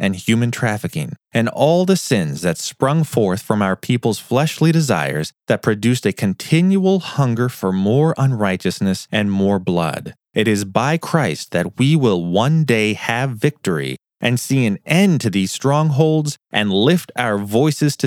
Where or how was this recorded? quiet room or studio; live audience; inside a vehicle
quiet room or studio